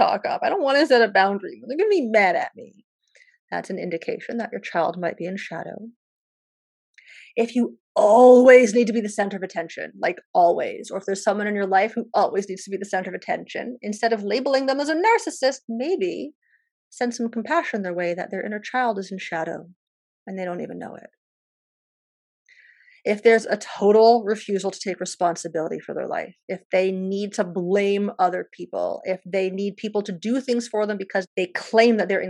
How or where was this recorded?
video call